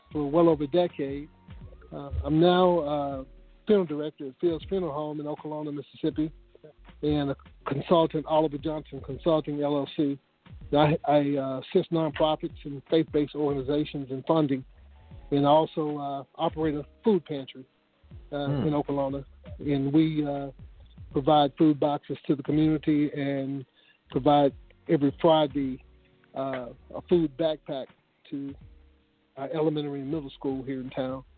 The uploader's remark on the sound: the phone lines will be open